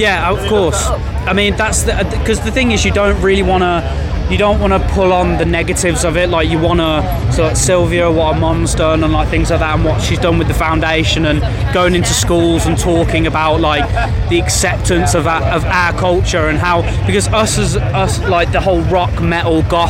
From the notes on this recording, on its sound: From our 'Live from Bloodstock Festival 2022' series.